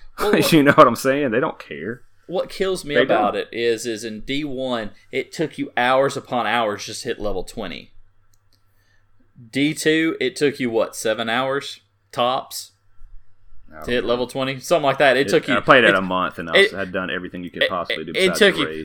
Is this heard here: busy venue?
no